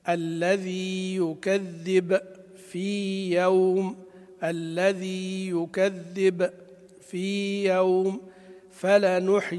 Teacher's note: بيان أولى اليائين إذا اجتمعتا لئلا تندغم